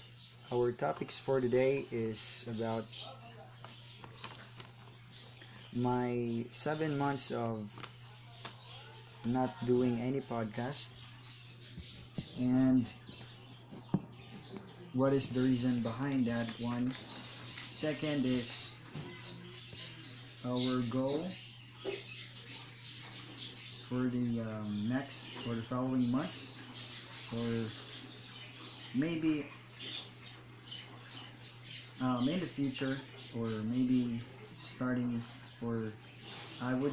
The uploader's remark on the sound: Sorry for the background noise its my ceiling fan.